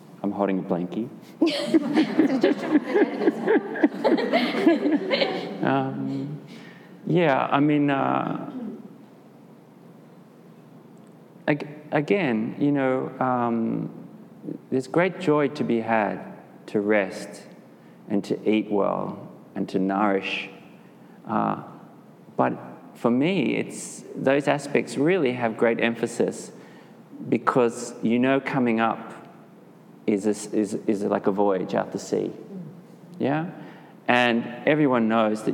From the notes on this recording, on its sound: This interview was done live at a meditation of The Broad Place